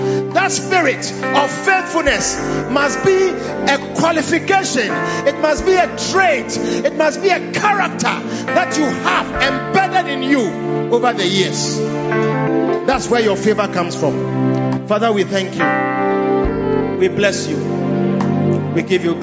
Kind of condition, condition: setting, large echoing room